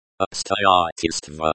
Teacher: Stress on the second syllable, стой.